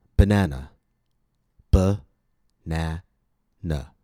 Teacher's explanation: The letter a will not be pronounced like the letter a in the second syllable. The letter a will be reduced to the vowel schwa.